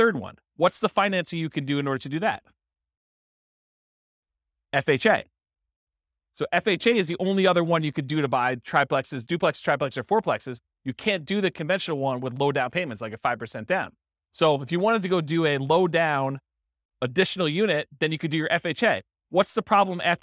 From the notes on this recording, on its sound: This was a live class recorded